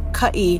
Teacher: the word kai, kai with a little glottal stop in there